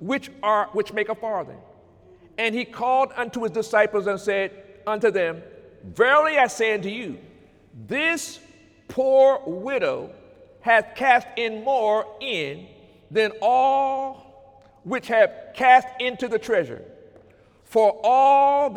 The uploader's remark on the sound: During Sunday morning service on November 4, 2018